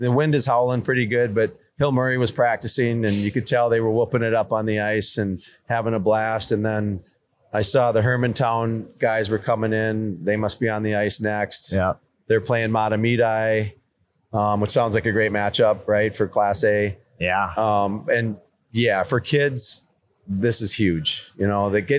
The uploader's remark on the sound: on location in White Bear Lake for Hockey Day Minnesota